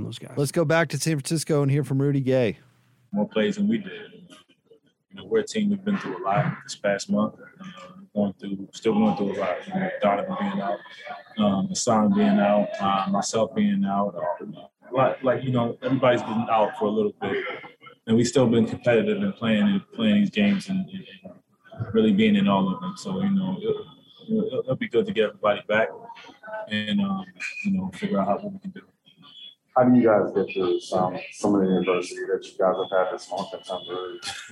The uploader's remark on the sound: Postgame press conference audio